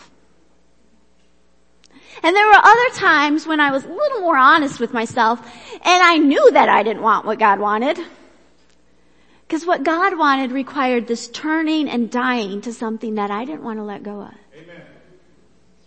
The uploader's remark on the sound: Worship Service - Audio